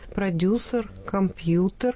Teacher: Продюсер, компьютер, пишется буквой «е». Тем не менее, произносится это через «э» оборотное.